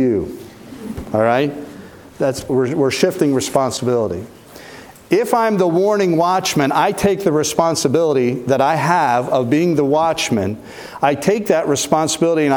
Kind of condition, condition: setting, large echoing room